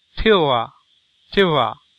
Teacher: That's a high central vowel. It's a little I with a bar through it.